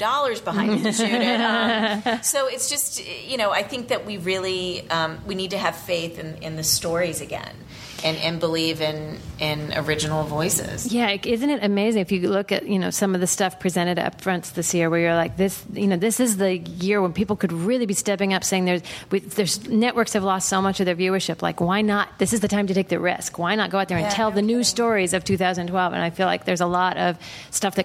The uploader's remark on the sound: ATX Television Festival 2012. Recorded June 2, 2012 at the ATX Television Festival, Austin TX.